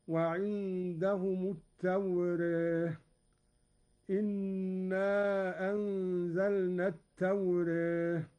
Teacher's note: قرأ قالون بالفتح والتقليل هكذا